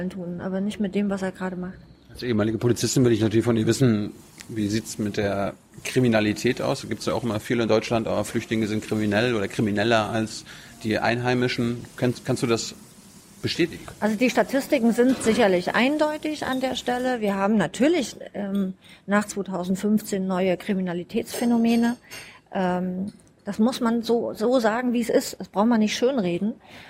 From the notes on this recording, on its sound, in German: im "ocelot, bookstore" in der Berliner Brunnenstraße aufgenommen